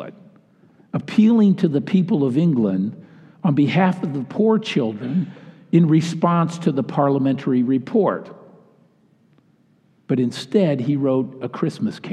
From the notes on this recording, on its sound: Delivered during the Traditional Worship service.